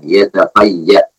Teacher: Kita waqaf dengan suara hamzah